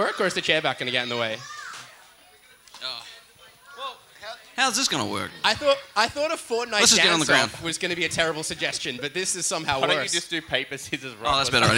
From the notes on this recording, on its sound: Live at Federation Square.